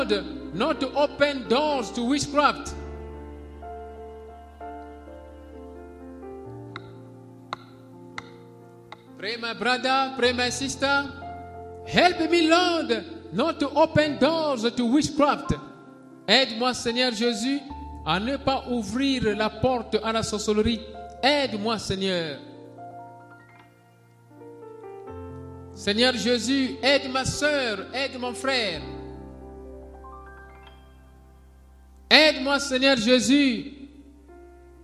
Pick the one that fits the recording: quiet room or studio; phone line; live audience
live audience